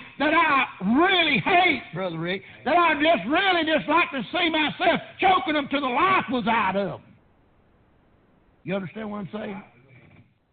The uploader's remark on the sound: Preached at prayer Baptist Church